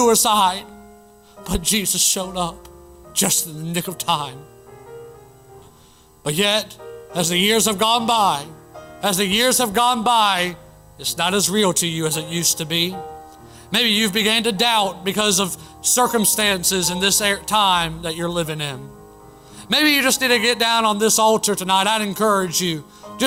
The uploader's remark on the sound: Originally preached at the White Horse Heights Baptist Church in Greenville SC on June 7, 2023